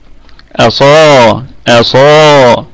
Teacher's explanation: طيب أصابعهم، الهمزة أصلية محققة دائما في البدء والوصل، أصابعهم الصاد مفتوحة وبعدها ألف فهي في أعلى درجات التفخيم في الدرجة الأولى لأنها مفتوحة وبعدها ألف، أصا أصا.